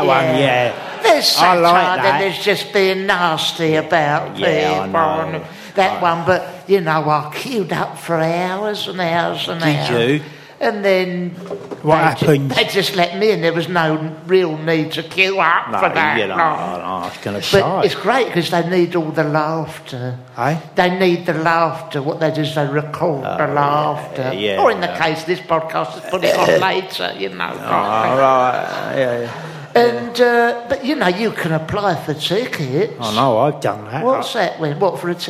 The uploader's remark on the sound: Except live, in person. Not a podcast recorded on dobly cassette tape, but actually there. Bumper four hour long live special.